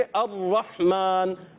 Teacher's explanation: रा की अदायगी के अंदर तकरार होती है, मगर तकरार असली ना हो। जैसे अर्रहमान, अब कोई पढ़े अर्रहमान कई रा कर दे ये भी गलत हो जाएगा।